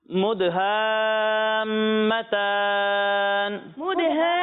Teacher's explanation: दाल में कलकला करना है